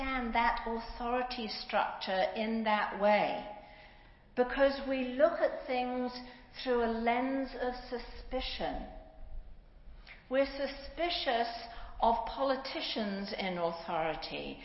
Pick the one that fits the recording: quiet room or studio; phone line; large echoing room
large echoing room